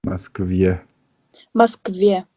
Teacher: Ja, man spricht es aus Москве. Okay, also ist das E quasi eher wie so ein Je